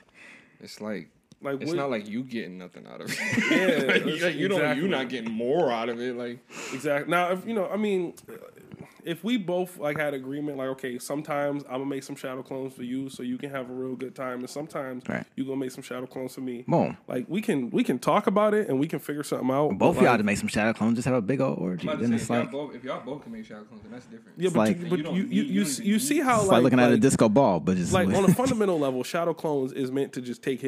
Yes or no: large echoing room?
no